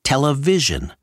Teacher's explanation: Sarnoff pronounces television as television, accent on the vision